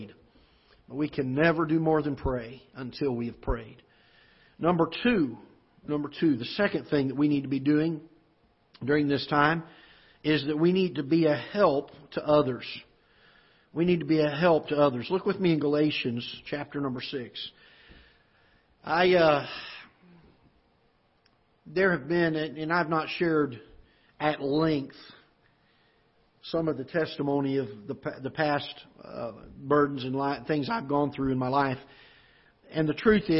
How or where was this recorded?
large echoing room